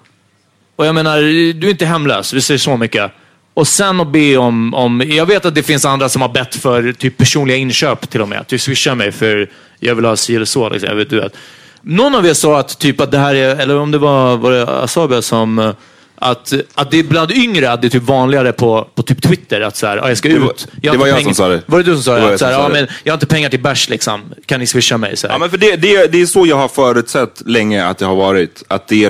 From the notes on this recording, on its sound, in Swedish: Live från HOBO Hotel. Stort tack till alla som kom och supportade oss på plats!